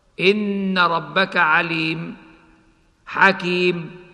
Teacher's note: عند الوقف عليه بالكسرتين أو بالضمتين يوقف عليه بالسكون وهو الأصل، وعندما يكون بالفتحتين تبدل الفتحتان ألفاً تمد بمقدار حركتين فقط.